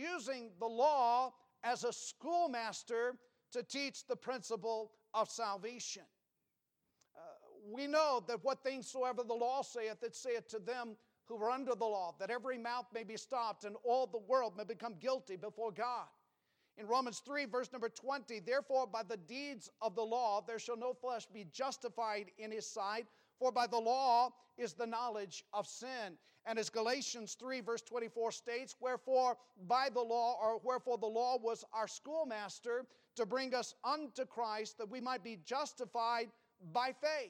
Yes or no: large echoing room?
yes